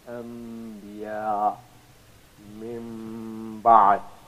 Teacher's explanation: It's a nasalized sound, and the stretch of the sound is equal to two harakat. Just like two fatha or two dhamma or two kasra. · Term: Iqlab